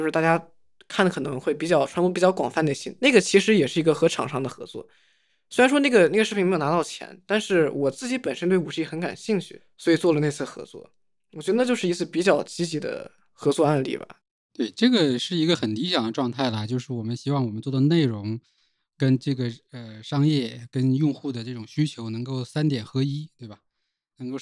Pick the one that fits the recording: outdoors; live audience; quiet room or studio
quiet room or studio